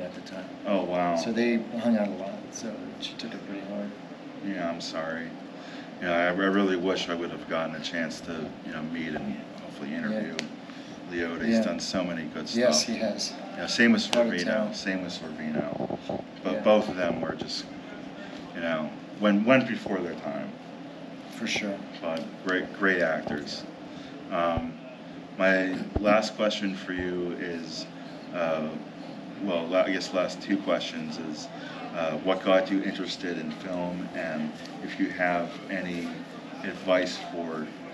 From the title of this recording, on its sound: Live From Pittsburgh's Horror Realm Con 2023